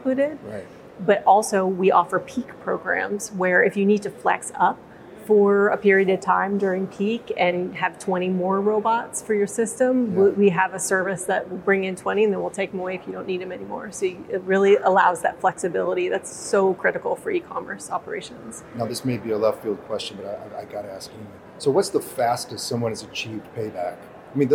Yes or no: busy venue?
yes